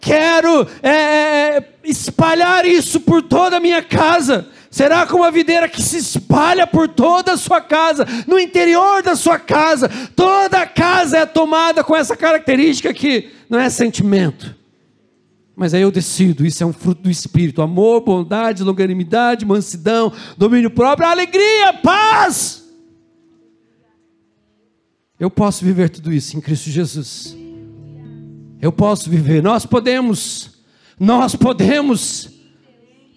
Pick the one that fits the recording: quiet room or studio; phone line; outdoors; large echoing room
large echoing room